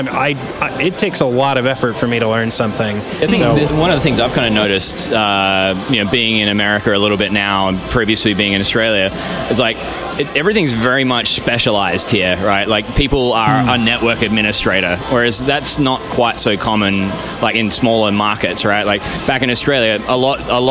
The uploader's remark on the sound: A candid conversation among engineers about the tech industry, recorded live in bar.